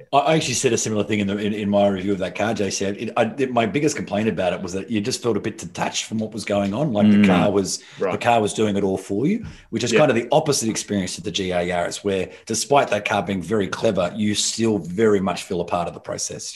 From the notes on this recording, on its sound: gather in cyberspace